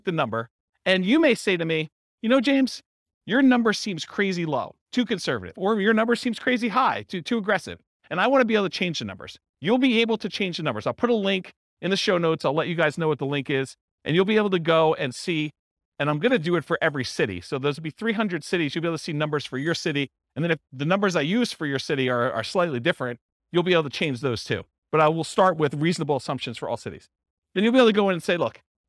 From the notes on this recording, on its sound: This was a live class recorded